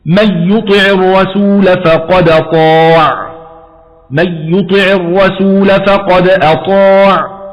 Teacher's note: سيكون النقل والتحقيق من غير سكت